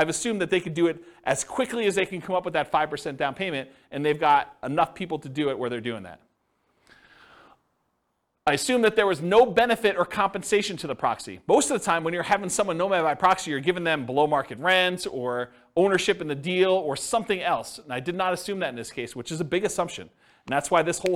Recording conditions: live audience